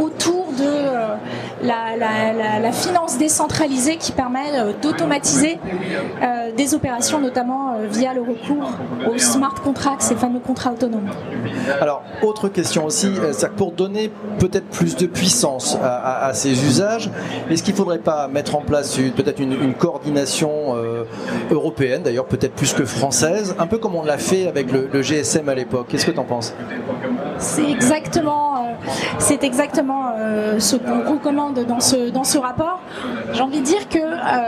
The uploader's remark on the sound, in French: Enregistré en public et en direct de Vivatech 2023 sur le stand de PwC.